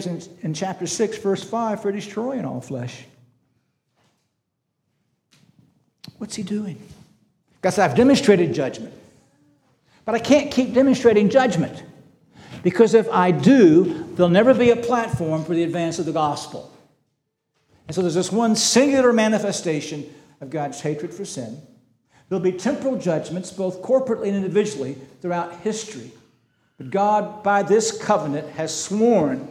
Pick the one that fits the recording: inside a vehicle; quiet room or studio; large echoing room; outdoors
large echoing room